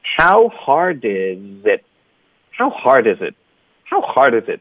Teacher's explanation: It 的特呢要省略，导致一个停顿